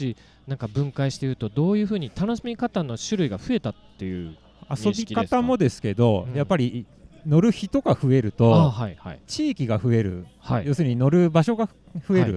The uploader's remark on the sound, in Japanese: 収録地： 長野県北安曇郡白馬村 Grinduro Village。収録機材： ZOOM F3 (レコーダー)、AKG D5, C3000B（マイク）。